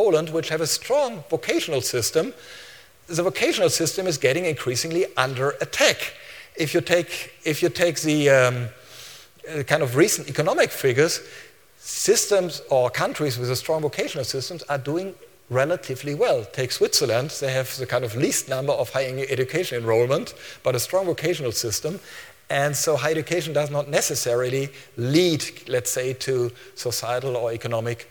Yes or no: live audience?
yes